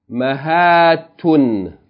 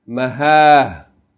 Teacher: Pause mode, you pronounce it Maha. As though it's a ha on the end with no vowel. · Shown in: second take · Don't pronounce the vowel.